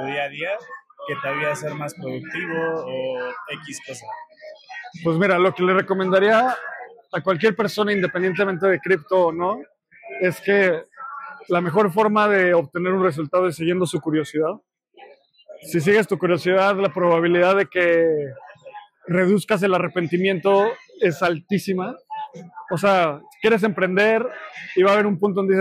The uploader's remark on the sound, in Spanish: asistimos al evento de "Crypto Talks" de Espacio Cripto, y tuvimos la oportunidad de entrevistar a algunos panelistas e invitados al evento